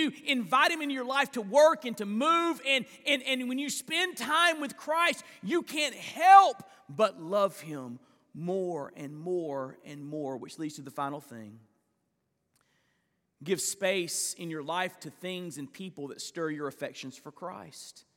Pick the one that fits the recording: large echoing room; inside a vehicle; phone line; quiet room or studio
large echoing room